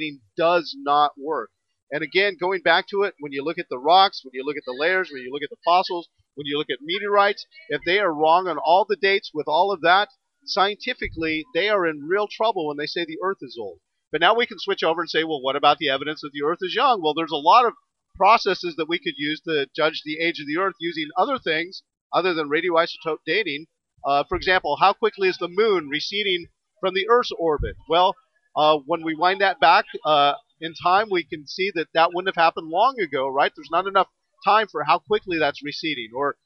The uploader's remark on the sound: Interview from the Expo Floor NRB 2021.